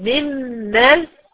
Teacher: النون دخلت في الميم، انا مش سامعه صوت النون، النون الساكنه دخلت في الميم خالص. · Term: إدغام كامل